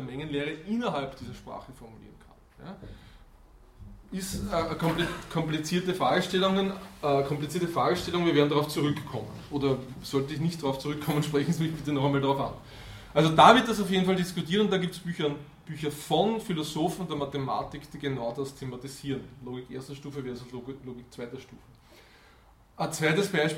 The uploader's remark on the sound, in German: Diese Vorlesung wurde von Studierenden aufgenommen